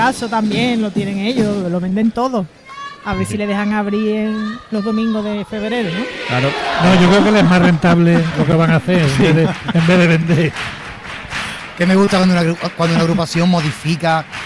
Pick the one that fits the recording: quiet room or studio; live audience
live audience